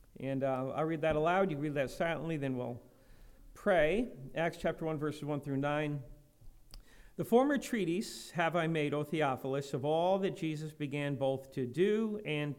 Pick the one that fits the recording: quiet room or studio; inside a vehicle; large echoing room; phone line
large echoing room